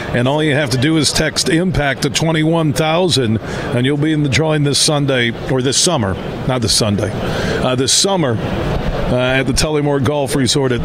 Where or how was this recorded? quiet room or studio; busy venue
busy venue